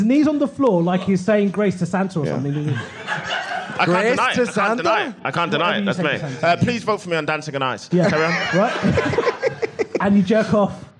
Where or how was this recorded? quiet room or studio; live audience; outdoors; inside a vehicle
live audience